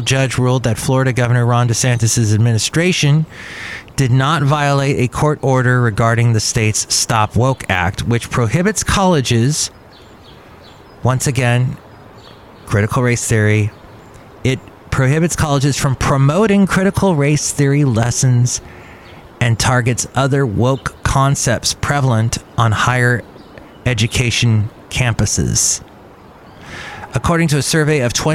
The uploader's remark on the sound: Podcasts live from Cafe Anyway.